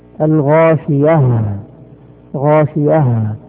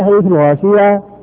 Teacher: الغاشيه نفرق بالمخرج، نخرجها من مخرجها وهو اقصى الحلق · Shown in: first take · Term: الهاء